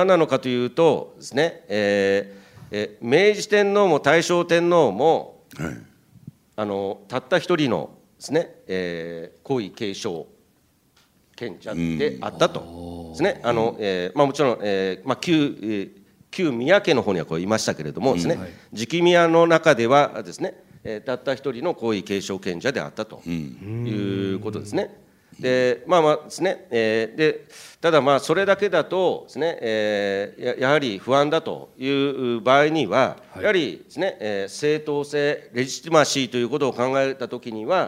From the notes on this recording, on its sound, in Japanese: ポッドキャスト公開収録 in 麗澤大学。